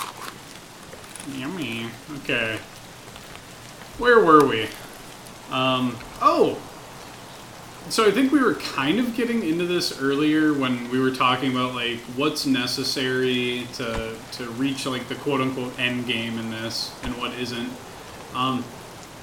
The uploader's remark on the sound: Ever wanted to have a podcast episode that sounds like it's taking place in a warzone? All while gunshots echo in the distance. Don't mind those rustling bushes either, it's probably nothing.